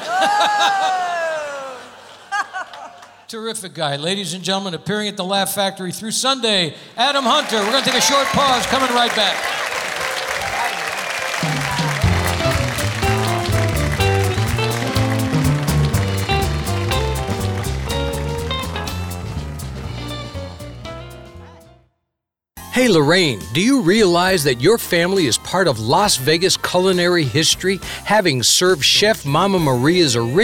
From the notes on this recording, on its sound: Live at the South Point Casino